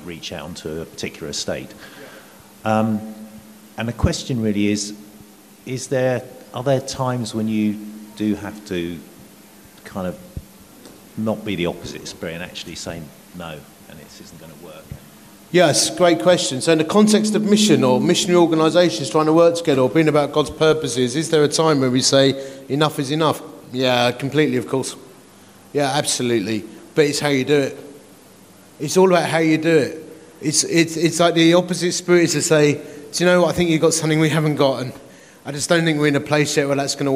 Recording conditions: live audience